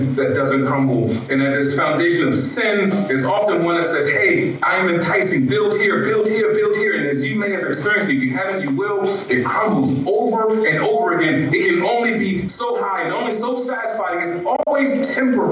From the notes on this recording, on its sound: We apologize we had technical issues with our soundboard recordings this weekend, but were able to scramble and record on an iPhone. At our Winter Meltdown weekend retreat for middle and high school students!